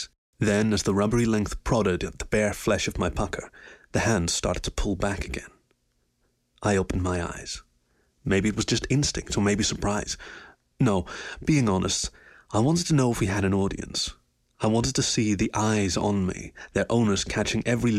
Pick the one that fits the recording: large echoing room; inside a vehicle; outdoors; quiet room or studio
quiet room or studio